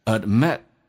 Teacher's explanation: I can't believe she fell forit， she's a lot more gullible than Ithought。然后旁边一位男士说 Well, you gotta admit my acting wasbrilliant，你得承认 admit，你得承认呢、啊，我的表演非常的杰出，非常的棒。You gotta 就是 got to 的意思，同时呢，gotto 就相当于 haveto，你得 admit 这个单词呢，d 跟 m 两个辅音在一起，只用发后面一个，所以 d 可以去掉，气流阻塞一下